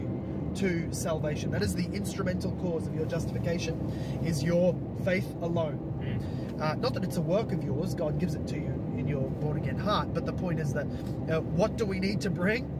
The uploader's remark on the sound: Carpool Q&A